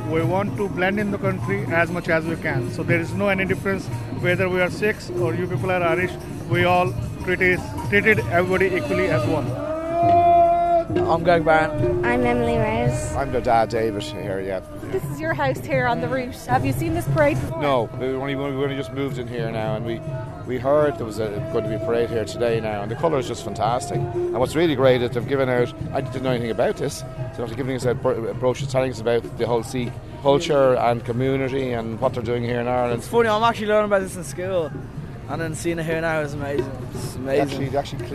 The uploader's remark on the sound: we'll get a flavour of the festival from the streets of Dublin, awash with the colour saffron.